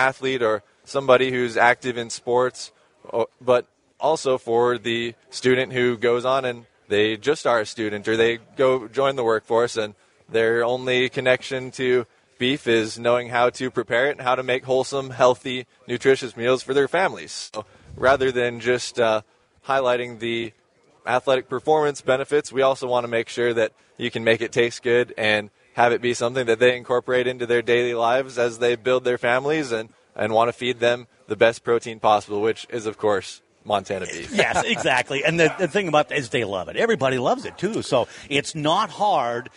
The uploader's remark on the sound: Voices of Montana LIVE from the MATE Show